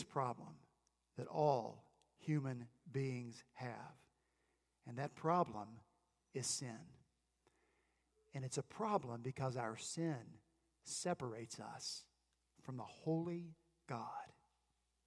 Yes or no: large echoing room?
yes